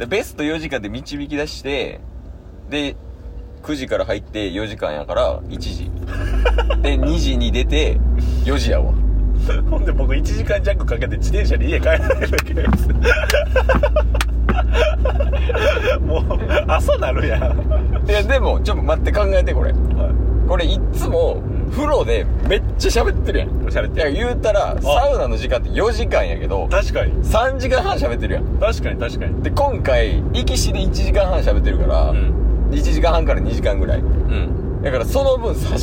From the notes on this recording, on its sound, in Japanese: 雑音過多。